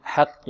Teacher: بالحق، حق، الحاء مرقة والقاف في أقل مراتب التفخيم